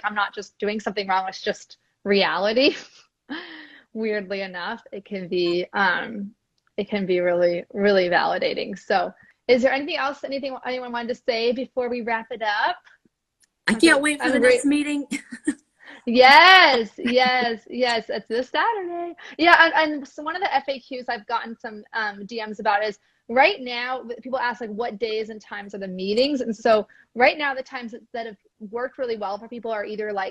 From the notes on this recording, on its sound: This conversation originally took place as an Instagram Live discussion in September 2021.